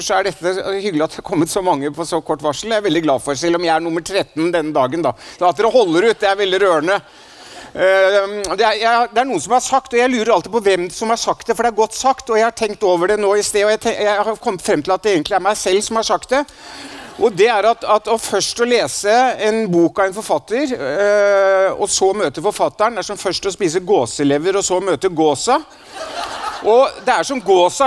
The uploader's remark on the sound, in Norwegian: foran et lydhørt publikum i fødebyen Stavanger